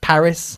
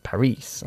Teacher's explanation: Paris is pronounced differently. We put the emphasis on the first syllable in English. · Shown in: first take